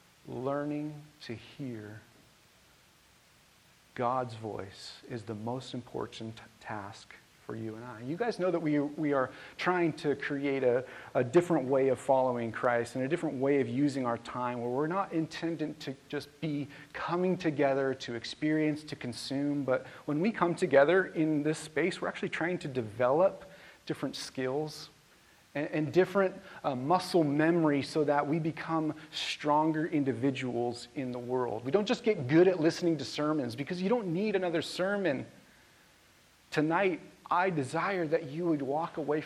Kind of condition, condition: setting, large echoing room